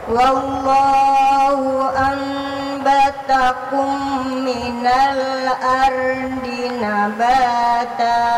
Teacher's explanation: Jadi nunnya jangan nampak lagi ya. Jangan nampak lagi, nanti mengarah ke ikhfa jadinya nanti.